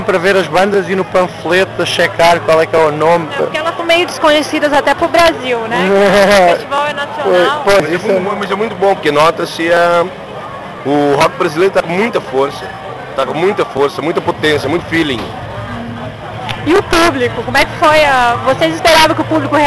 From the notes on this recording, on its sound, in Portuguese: em sua passagem pelo Festival Bananada, de Goiânia